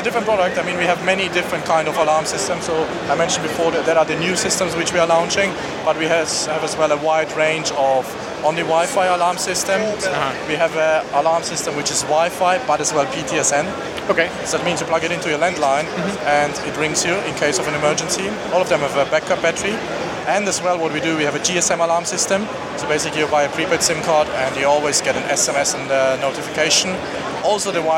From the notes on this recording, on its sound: In the last of my smart home interviews from Gadget Show Live, I look at one of the new entrants to the market, Smanos.